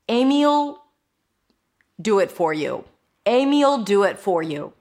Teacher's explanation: the will becomes ul. And then we add it to the pronoun. And then the pronoun can also reduce a bit.